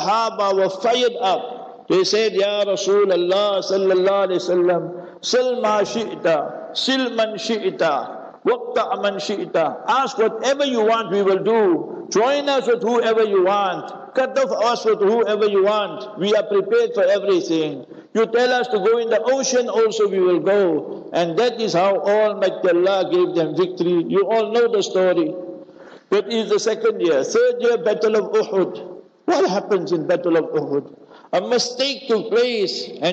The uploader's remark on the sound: Local Jumah Lecture At Masjid Al Hilal